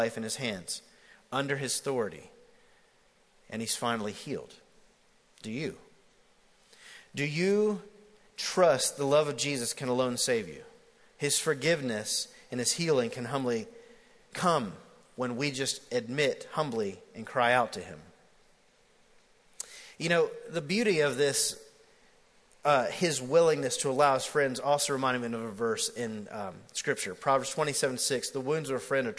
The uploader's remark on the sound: MJ campus. Recorded live at The Fellowship at Mt Juliet.